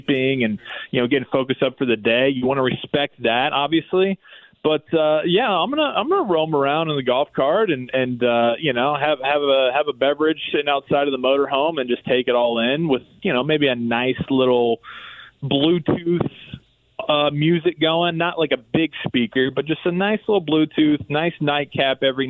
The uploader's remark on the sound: Calls in live from graduation! Our proud graduate gives us an update from Kokomo and how he’s feeling on graduation day.